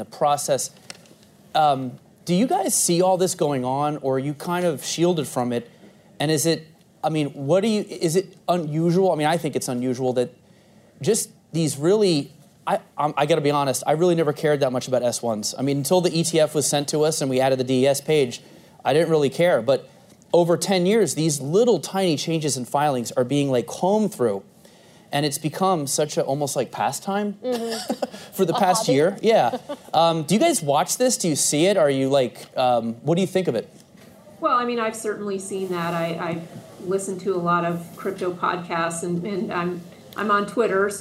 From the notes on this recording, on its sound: In front of an audience at Bloomberg’s 8th Annual ETFs in Depth conference.